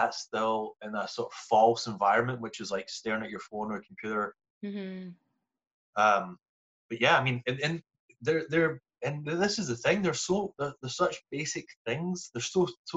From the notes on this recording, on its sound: Reunite over zoom.